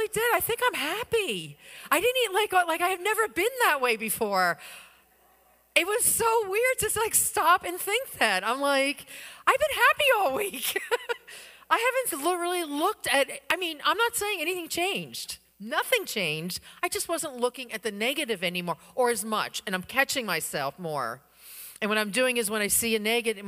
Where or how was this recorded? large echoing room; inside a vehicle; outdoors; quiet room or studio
large echoing room